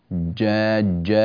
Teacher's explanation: أريد أن أسمع منك الجيم يعني متصفا بصفة الشدة. جاء، لا تقول جاء ج، هذا غير صحيح.